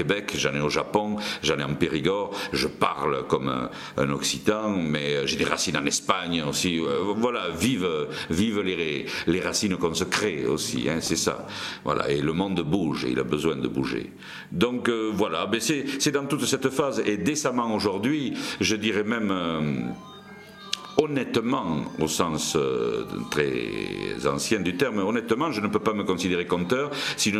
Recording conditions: busy venue